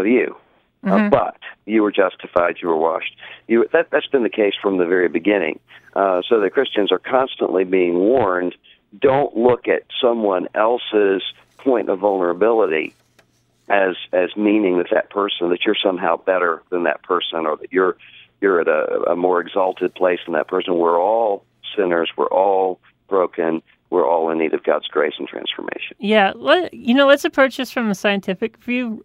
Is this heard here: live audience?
no